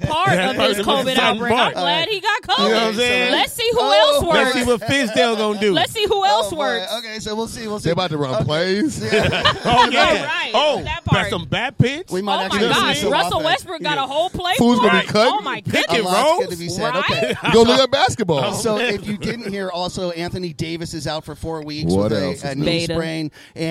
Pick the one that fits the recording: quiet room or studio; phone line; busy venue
busy venue